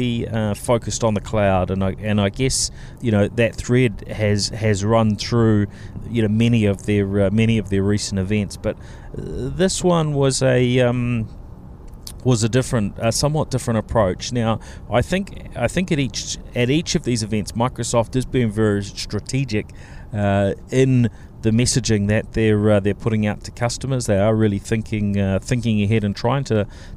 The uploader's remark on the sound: This episode comes from Microsoft’s Worldwide Partner Conference